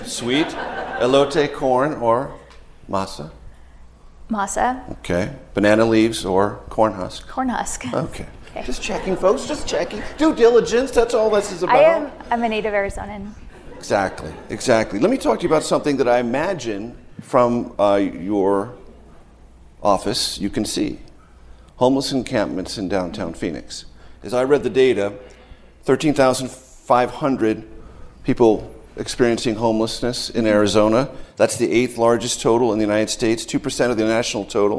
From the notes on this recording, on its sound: This conversation was recorded on May 5, 2023 at the McCain Institute's 10th Annual Sedona Forum in Sedona, Arizona.